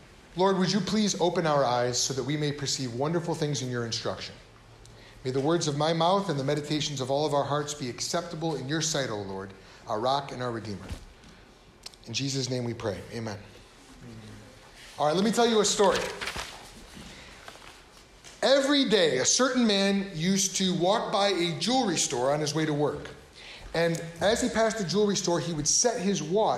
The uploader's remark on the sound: This episode comes from a sermon. Preached at Cross of Christ Fellowship. In Naperville, Illinois.